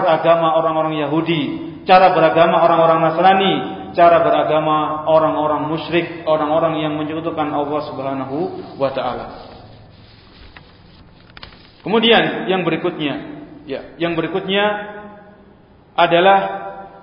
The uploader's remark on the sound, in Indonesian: Direkam pada: Senin, 31 Desember 2018 Masjid Ahmad Yani Surabaya